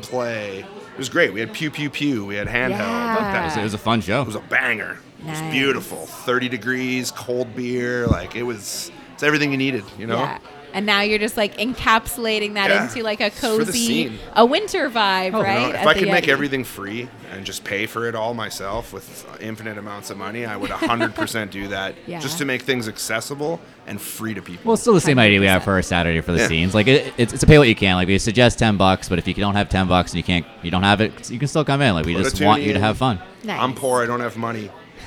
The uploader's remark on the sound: Broadcast live from Jane Bond in Uptown Waterloo.